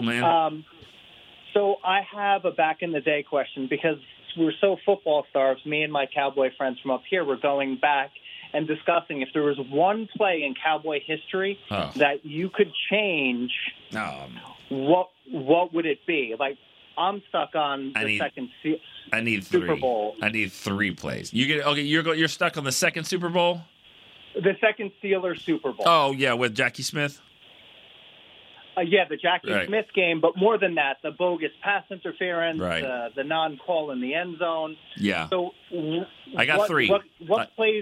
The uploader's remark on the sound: Friday’s show was heavy on the phone calls